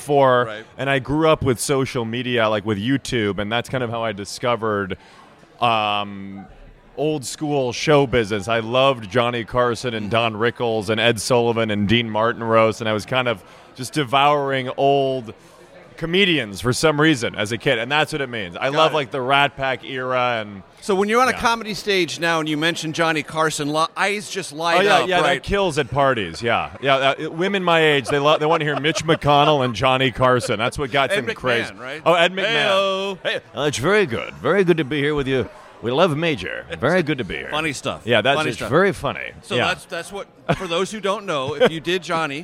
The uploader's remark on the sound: at Unconventional Diner in Washington, DC